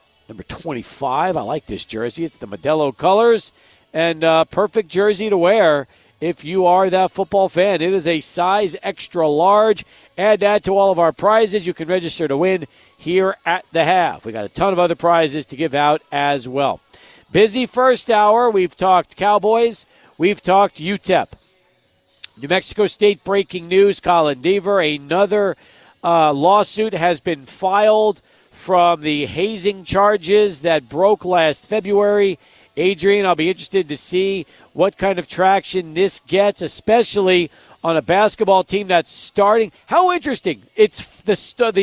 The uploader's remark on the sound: Live at Border City Alehouse